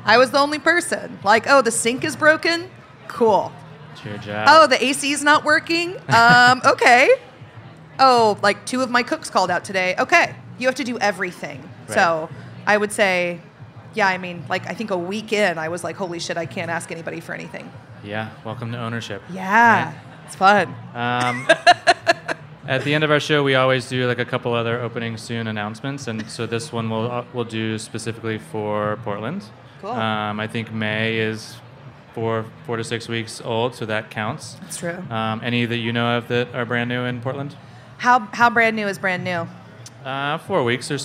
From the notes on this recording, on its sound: We sat down to chat in special live episode of Opening Soon.